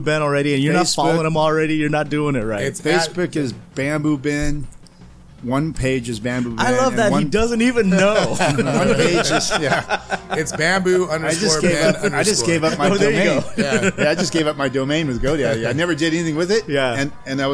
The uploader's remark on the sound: On this episode we come to you live from The Bamboo Club in Long Beach, California.